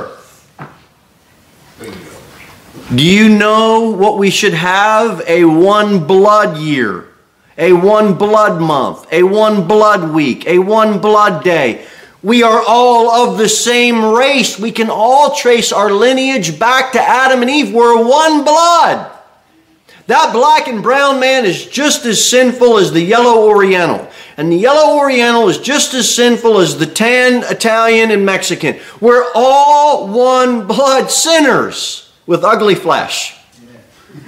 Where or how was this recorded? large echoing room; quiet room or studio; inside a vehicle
large echoing room